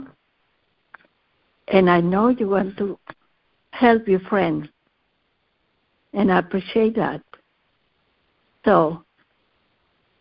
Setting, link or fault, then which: link, phone line